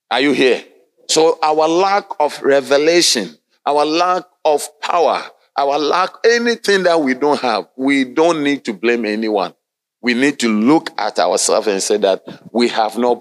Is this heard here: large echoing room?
yes